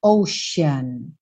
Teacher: esse C vai ter esse som de X ou de SH, ocean